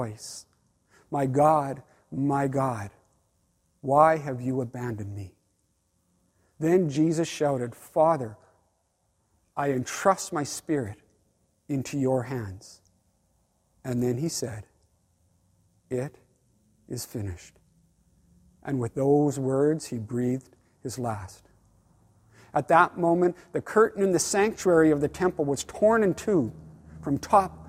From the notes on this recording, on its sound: Online Good Friday service. Below you’ll find an audio only recording of our service.